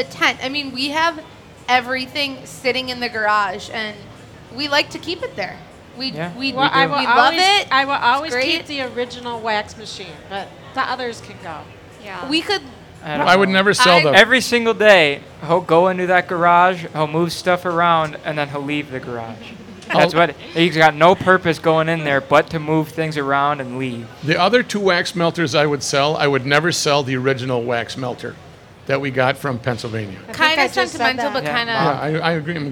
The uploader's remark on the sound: Live from the state fair!